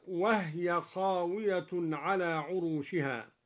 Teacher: قوله تعالى: وهي خاوية على عروشها، قرأ الدوري بإسكان الهاء هكذا: وهي خاوية على عروشها.